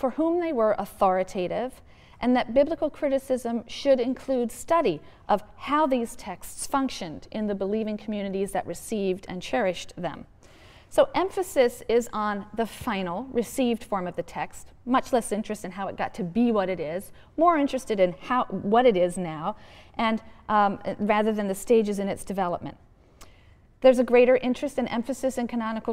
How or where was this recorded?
large echoing room